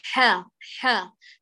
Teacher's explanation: المفترض أن نرقق الحاء ونخلصها من الراء المجاورة ونعتمد في ذلك على أقصى اللسان. فلا نقول حرج ح ح، نقول ح ح.